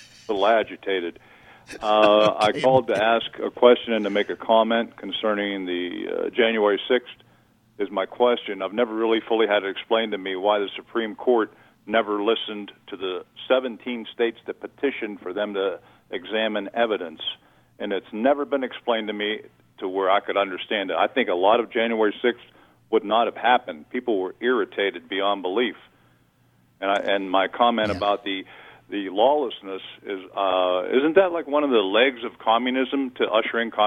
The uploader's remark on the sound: Your Phone Calls